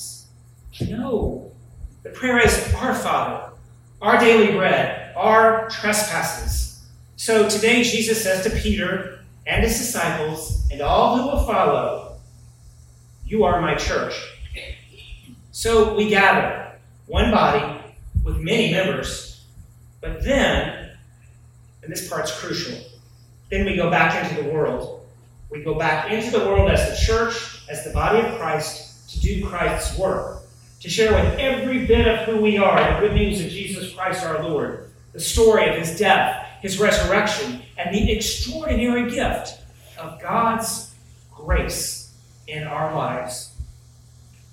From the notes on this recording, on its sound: sermon from Wilmington's Historic Lebanon Chapel